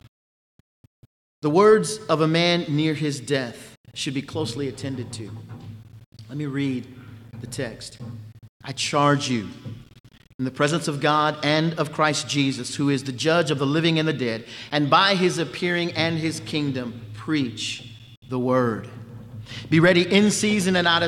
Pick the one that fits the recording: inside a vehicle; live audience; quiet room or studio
live audience